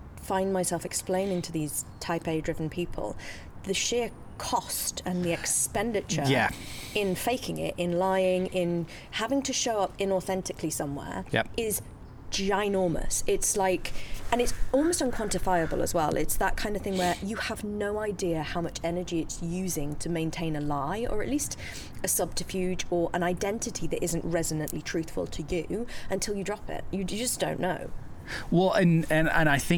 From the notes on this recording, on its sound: Rain, trains and even walk-on bit-parts. This week’s podcast is a feast for the senses - and we apologise in advance for the audio high-jinks. We’ve done our best to clean it up but you WILL hear rain in parts. You will also hear laughter as our team battle the elements…